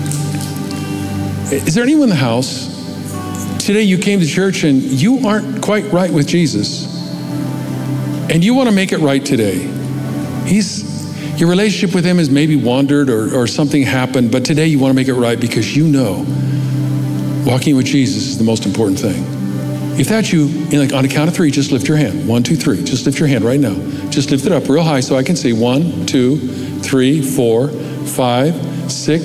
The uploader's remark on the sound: Recorded live at Capital Church in Meridian, Idaho